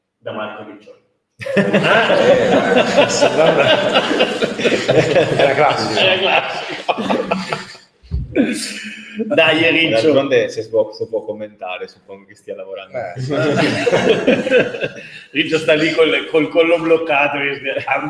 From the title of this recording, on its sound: Live in Ghirada